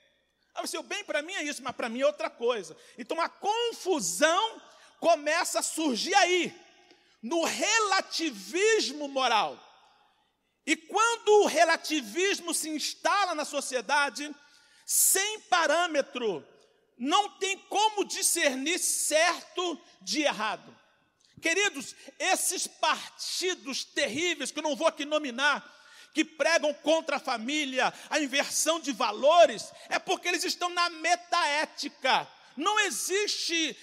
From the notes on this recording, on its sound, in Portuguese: CULTO DE LOUVOR E PALAVRA AO VIVO